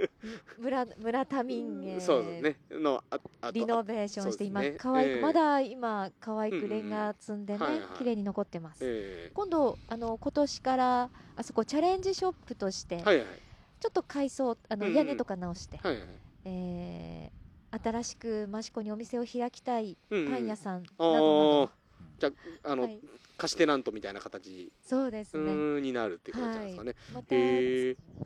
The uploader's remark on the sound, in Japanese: 屋外での収録のため、風の音やカエルの鳴き声等で御聞き苦しいところがあると思いますがご了承ください。益子のリアルな音を体感していただくため、あえてBGMを入れていません。